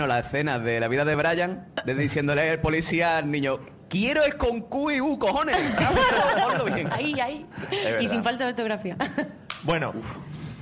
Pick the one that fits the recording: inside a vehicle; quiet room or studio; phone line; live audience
live audience